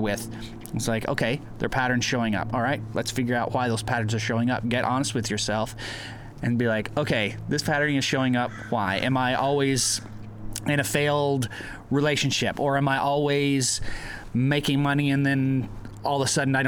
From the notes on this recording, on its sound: Rain, trains and even walk-on bit-parts. This week’s podcast is a feast for the senses - and we apologise in advance for the audio high-jinks. We’ve done our best to clean it up but you WILL hear rain in parts. You will also hear laughter as our team battle the elements…